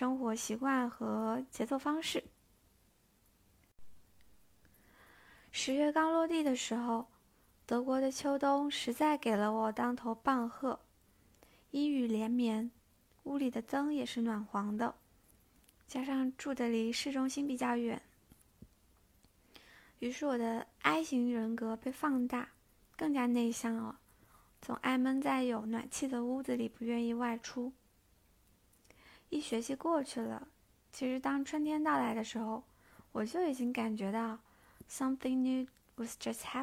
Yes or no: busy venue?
no